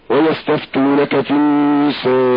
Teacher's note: خمسة، خمس حركات فوق التوسط · Term: فويق التوسط